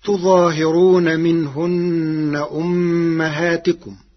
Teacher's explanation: قرأ ورش كلمة تظاهرون بفتح التاء والهاء مع تشديد الظاء والهاء وحذف الألف بعد الظاء، فتصير تظهرون، فأصله تتظهر، فأدغم التاء الثانية في الظاء بعد إبدالها ظاء.